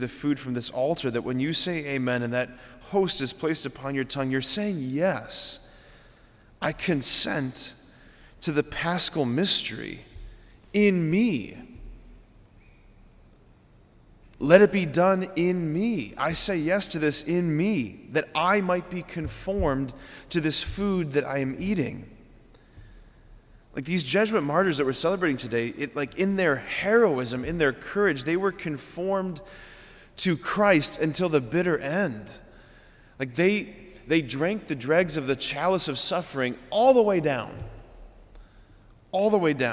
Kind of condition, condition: setting, large echoing room